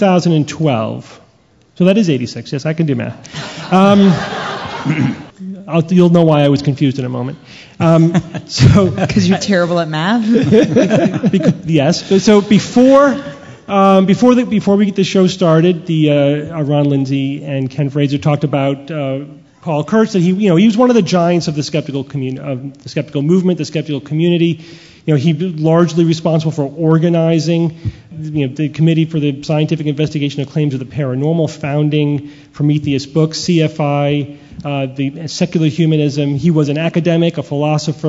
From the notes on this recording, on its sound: Live From CSICon 2012. Live Q&A.